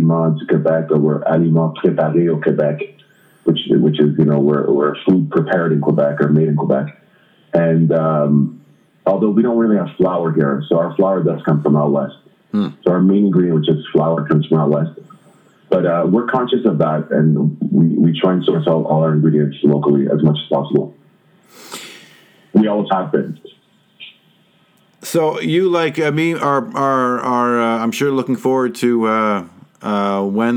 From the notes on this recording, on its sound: In order to respect social distancing, we spoke on the phone. In order to respect social distancing, we spoke on the phone. While the sound isn’t always great.